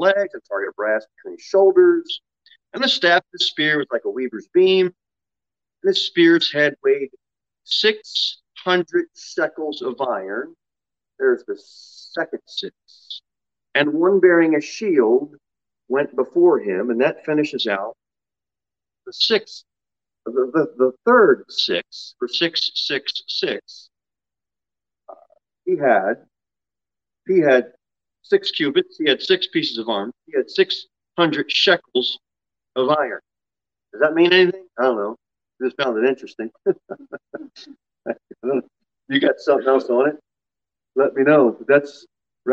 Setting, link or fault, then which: setting, large echoing room